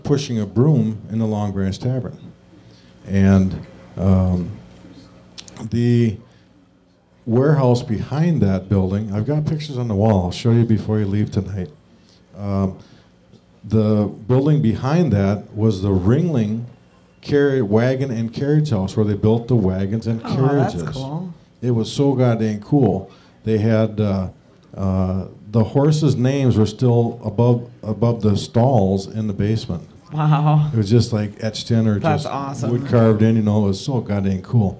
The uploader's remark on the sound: Live from the Haunted Old Baraboo Inn